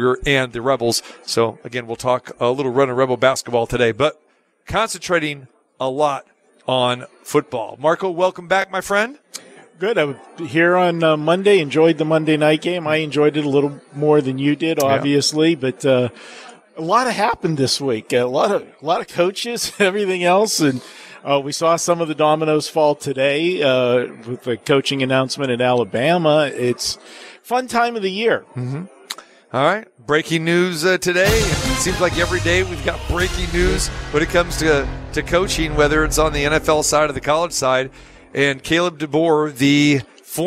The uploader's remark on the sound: Live From the Super Book at Westgate Las Vegas